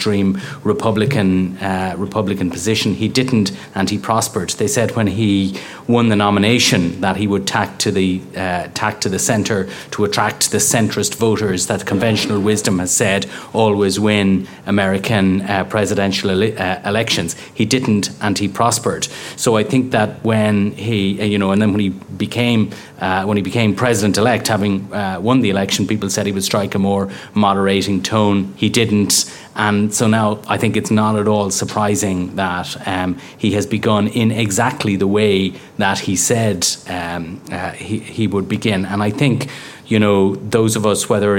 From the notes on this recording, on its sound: The first ever episode of Inside Politics recorded in from of a live audience.